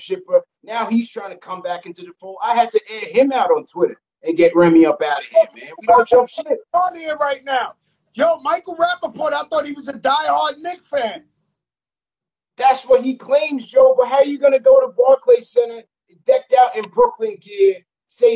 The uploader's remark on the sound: On IG Live.